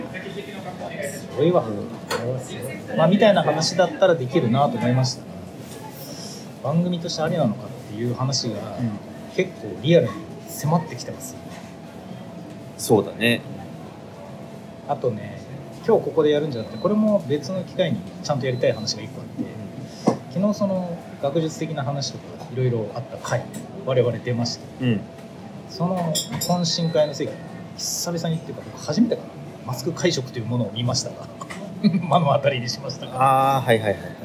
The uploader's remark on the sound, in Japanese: 11月末に札幌の喫茶店で収録した音声を配信します。